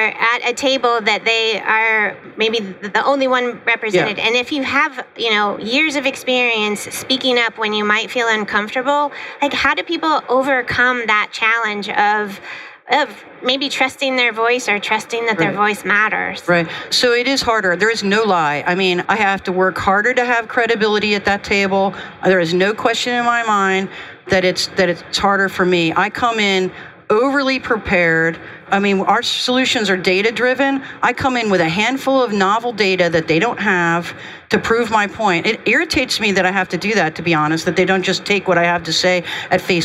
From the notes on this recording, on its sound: Recorded live from the floor of HIMSS at the GE HealthCare booth.